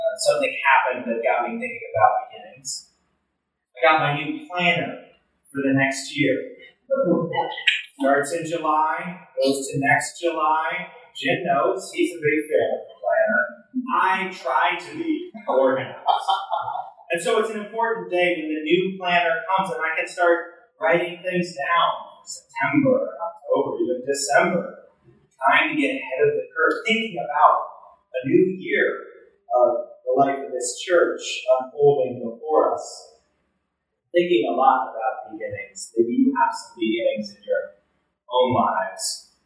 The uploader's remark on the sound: Recorded Sunday July 16, 2023 in the Union Congregational Church Chapel.